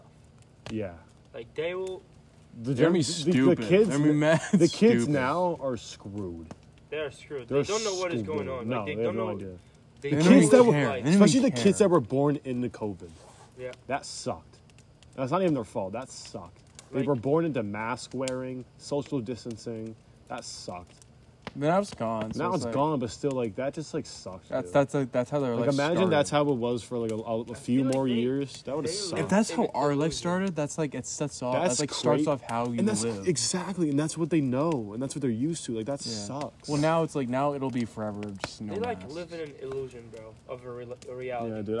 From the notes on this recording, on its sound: We talk by a fire. A medley of recordings from the end of July-august.